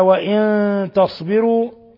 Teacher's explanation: نون ساكنة جاء بعدها التاء الحكم التجويدي إخفاء حقيقي